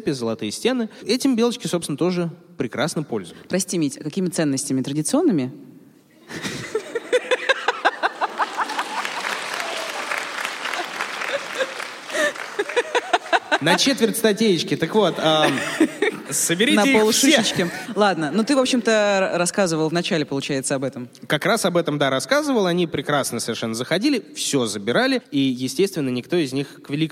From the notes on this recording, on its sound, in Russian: Открытая запись. В новой открытой записи из Питера!